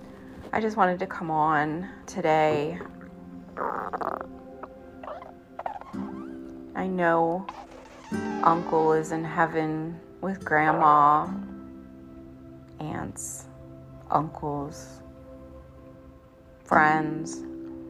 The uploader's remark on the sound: Apologies for background noise